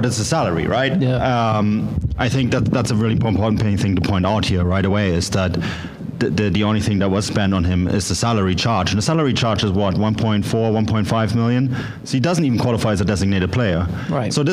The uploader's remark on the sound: the live audio from the pre-match event